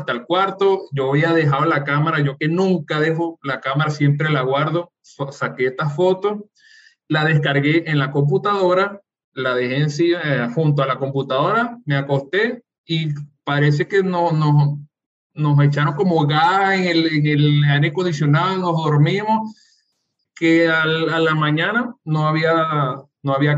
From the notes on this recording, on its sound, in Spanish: este episodio grabado en videoconferencia